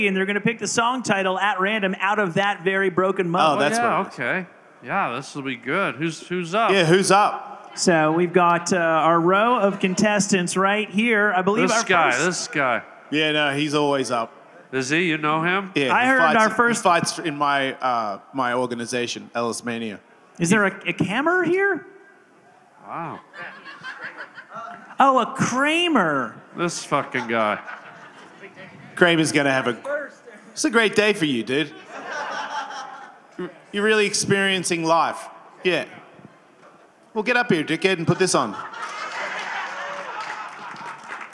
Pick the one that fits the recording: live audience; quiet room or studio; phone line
live audience